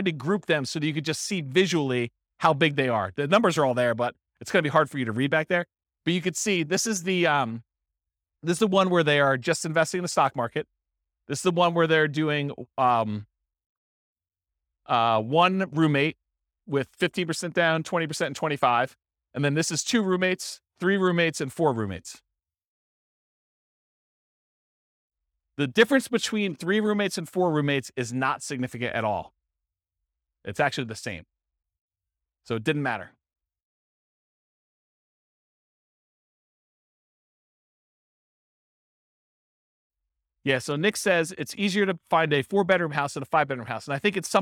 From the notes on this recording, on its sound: This was a live class recorded